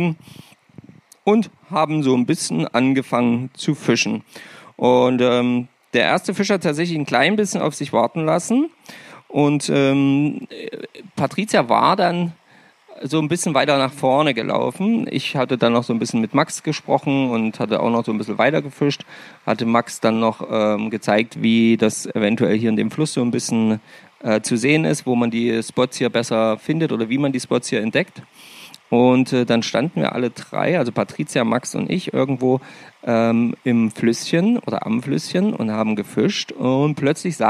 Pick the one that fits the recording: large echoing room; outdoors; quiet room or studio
outdoors